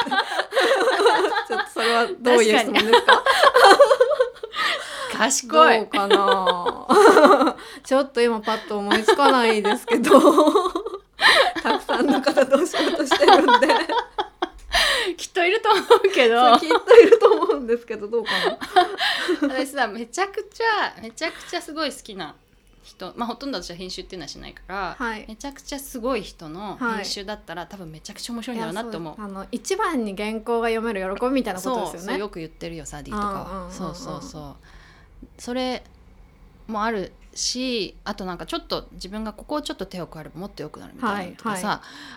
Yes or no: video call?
no